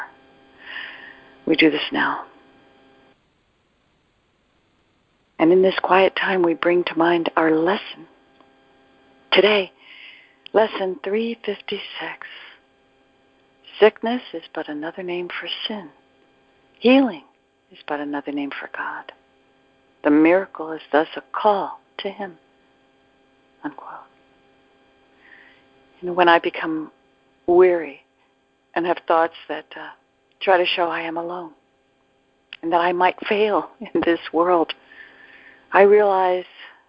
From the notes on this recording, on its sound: ACIM Daily TEXT Conference Call.